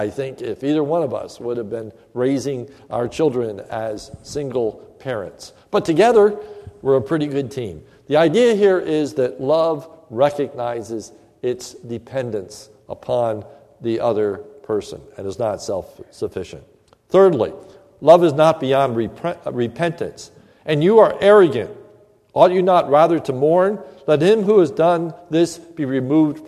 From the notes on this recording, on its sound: This is a sermon recorded at the Lebanon Bible Fellowship Church in Lebanon, PA on May 24, 2015 during the evening service